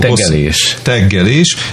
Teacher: Szeretnek megnyúlni a magánhangzók közötti mással hangzók. · Term: hosszú G-vel